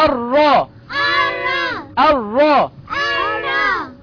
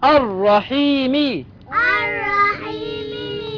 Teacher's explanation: لام شمسية، لام شمسية مدغمة في الراء المفتوحة